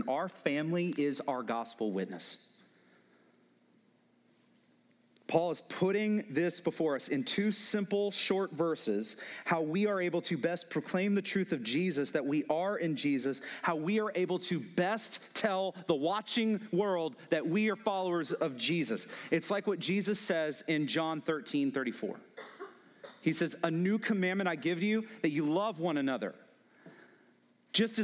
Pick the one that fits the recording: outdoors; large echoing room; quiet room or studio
large echoing room